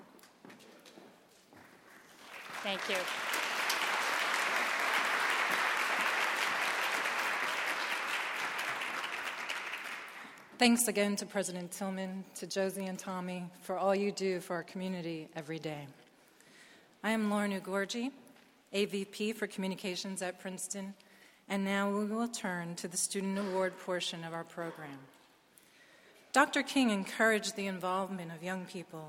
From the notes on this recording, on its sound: the audience at Princeton University's annual King Day ceremony